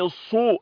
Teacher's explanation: هي الصاد المفخمة المغلظة